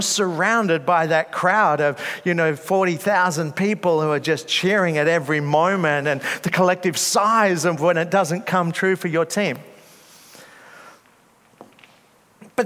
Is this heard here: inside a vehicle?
no